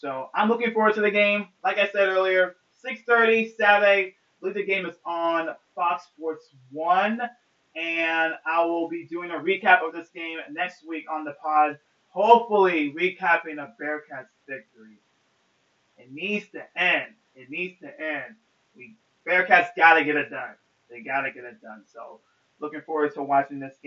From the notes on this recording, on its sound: forgive me of the audio on this pod smh.